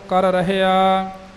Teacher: ਪਹਿਲਾਂ ਵੀ ਸ਼ੁੱਧ ਬੋਲਿਆ, ਦੁਬਾਰਾ ਬੋਲ ਕੇ ਵੀ ਸਪਸ਼ਟ ਕੀਤਾ ਹੈ, ਤਾਂ ਕਿ ਧਿਆਨ ਰਹੇ ਸਿਖਿਆਰਥੀਆਂ ਵਾਸਤੇ ਕਿ ਕਰ ਰਿਹਾ ਇਕੱਠਾ ਨਹੀਂ ਬੋਲ ਜਾਣਾ, ਕਰ ਰਿਹਾ ਦੋਨੋਂ ਰਾਰਿਆਂ ਨੂੰ ਨਿਖੇੜ ਕੇ ਵੱਖਰਾ ਵੱਖਰਾ ਹਮੇਸ਼ਾ ਲਈ ਬੋਲਣਾ